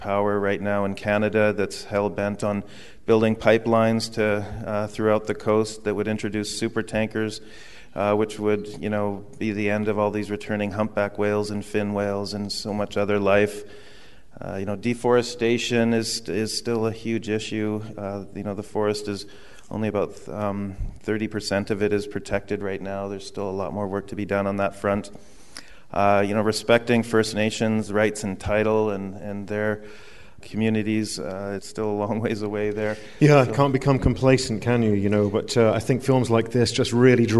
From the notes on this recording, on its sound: on stage at The Mountineers in Seattle